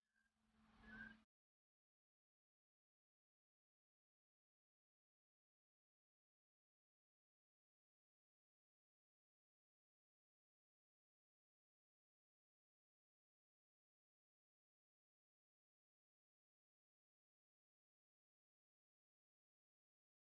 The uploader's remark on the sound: The sound quality is not too good, this was recorded outdoors while touring in South Africa.